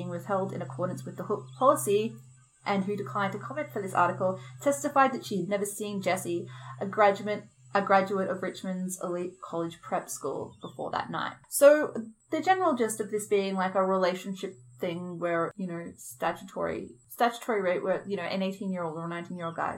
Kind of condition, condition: fault, background noise